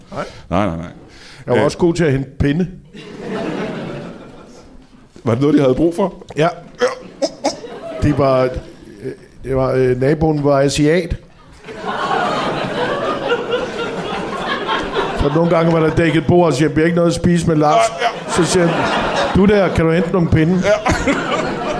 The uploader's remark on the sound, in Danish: LIVE fra UP Festival på Comedy Zoo. Optaget under UP Comedyfestival på Comedy Zoo i København.